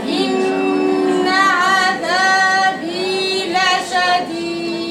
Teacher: إن بيطلع الصوت فوق بعد كده عشان يجي من الخيشوم · Term: الغنة